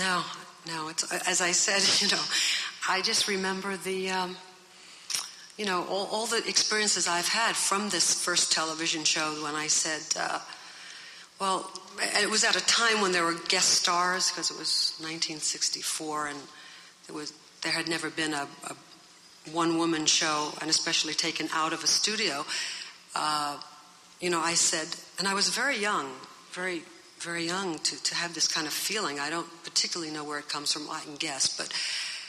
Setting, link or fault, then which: setting, live audience